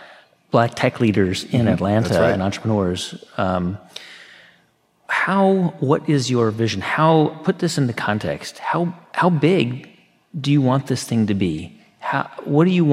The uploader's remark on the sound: Live Episode!